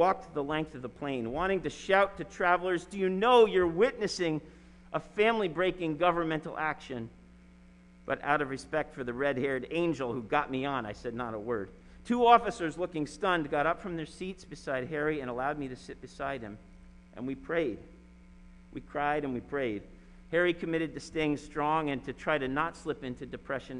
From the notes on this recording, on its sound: Sermon preached at RCHP on April 4, 2021.